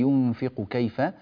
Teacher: تخليص القاف من الكاف وإعطائها يعني قوة القاف في التفخيم ورقة الكاف في الترقيق